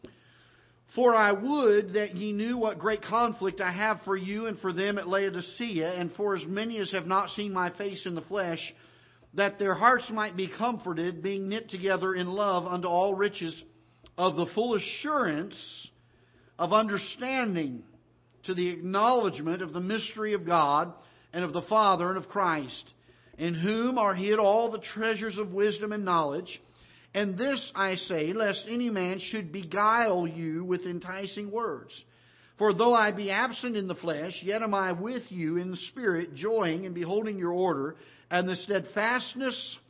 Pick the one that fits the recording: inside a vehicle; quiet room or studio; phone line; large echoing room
large echoing room